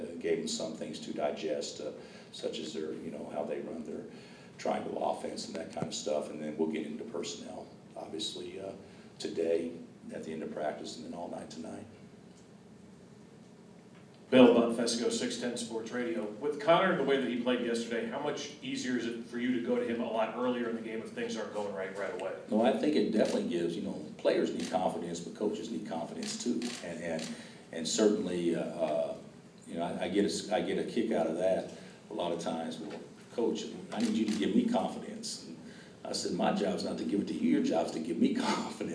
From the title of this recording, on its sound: Press Conferences & Post-Game Interviews